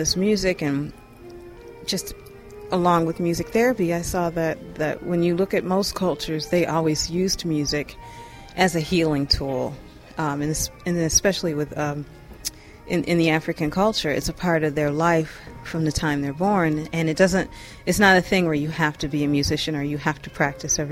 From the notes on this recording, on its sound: A collection of short interviews recorded at the 2009 Tanglewood Jazz Festival in Lenox, MA